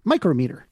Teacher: In spoken English, they are distinguished by pronunciation as the name of the measuring device is stressed on the second syllable, micrometer, whereas the unit name places the stress on the first syllable, micrometer.